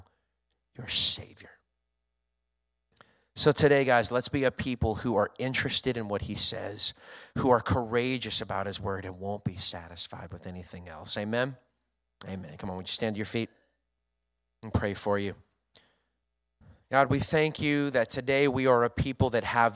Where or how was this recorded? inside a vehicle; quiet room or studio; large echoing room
large echoing room